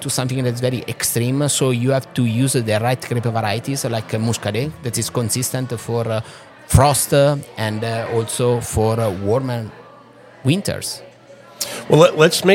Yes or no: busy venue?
yes